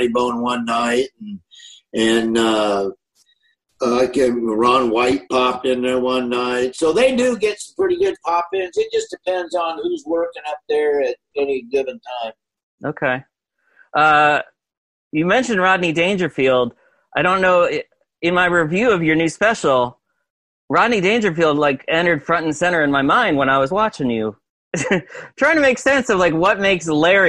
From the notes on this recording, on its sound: From his kitchen in Nebraska to talk over Zoom.